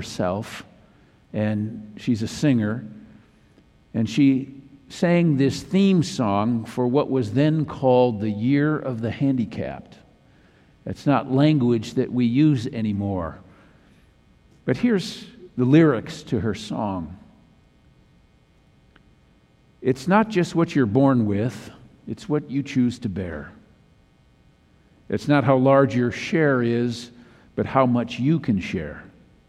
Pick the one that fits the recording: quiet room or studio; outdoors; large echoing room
large echoing room